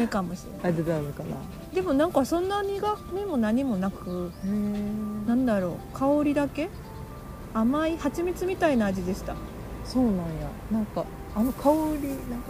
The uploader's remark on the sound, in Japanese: ピクニック収録、鳥も参加。課外活動でサンドイッチ食べながらピクニックして収録しました。